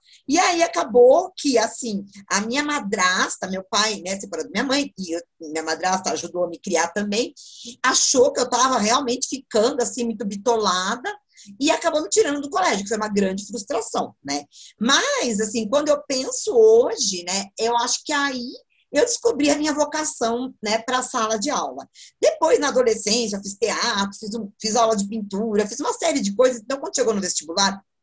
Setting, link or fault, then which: link, video call